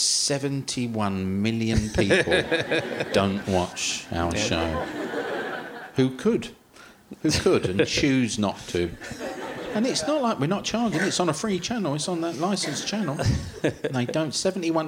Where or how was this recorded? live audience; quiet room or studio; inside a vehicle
live audience